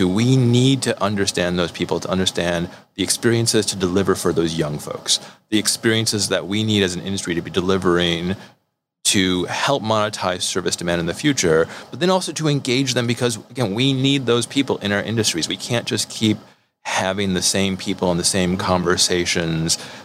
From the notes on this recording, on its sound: Recording straight from the Mobile World Congress in Los Angeles. First-ever, face-to-face edition of the podcast.